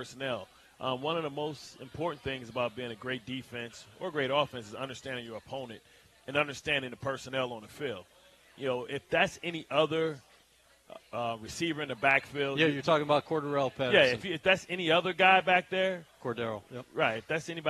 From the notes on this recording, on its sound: Live from Vanderbilt's in Florham Park, NJ